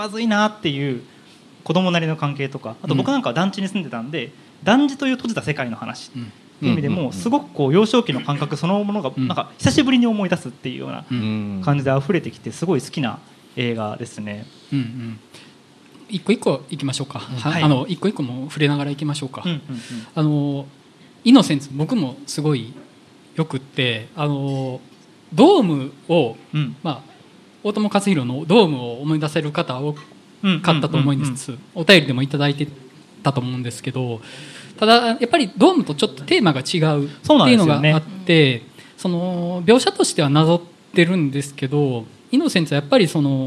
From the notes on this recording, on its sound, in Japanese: ネイキッドロフト横浜で行われた公開収録